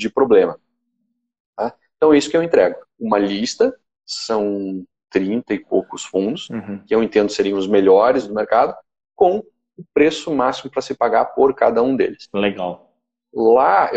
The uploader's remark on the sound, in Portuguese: Áudio de uma entrevista (live) realizada no Instagram